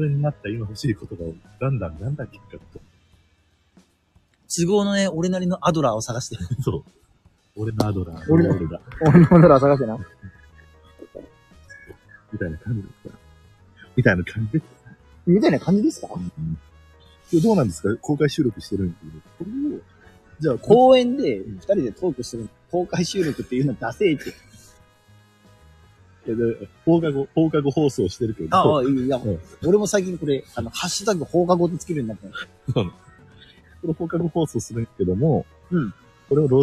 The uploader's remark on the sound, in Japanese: ライブができないから公園で公開収録〜アルコールを添えて〜。屋外での収録のため、やや雑音が多く申し訳ございません。